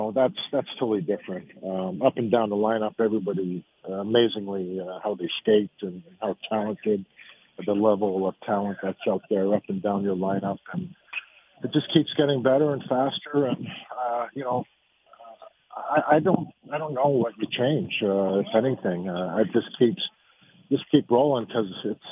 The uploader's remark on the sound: Calls in Live